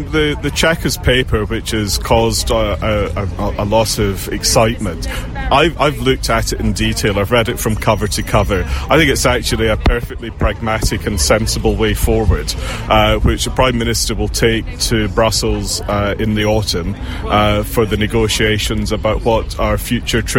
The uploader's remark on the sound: The MK Breakfast Show coming live from Milton Keynes train station this morning.